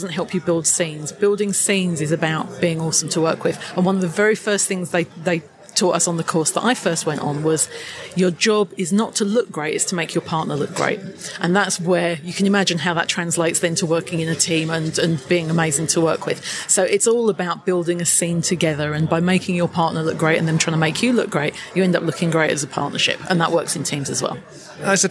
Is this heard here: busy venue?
yes